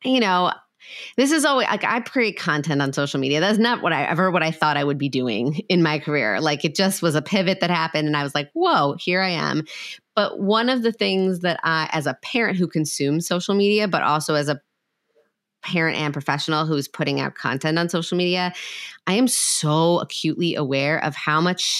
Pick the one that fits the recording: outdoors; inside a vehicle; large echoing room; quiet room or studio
quiet room or studio